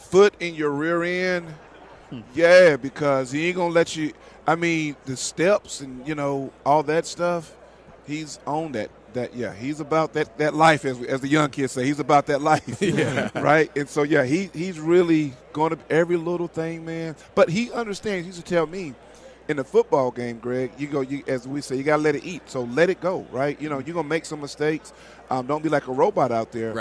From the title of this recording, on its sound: live from Super Bowl Raido Row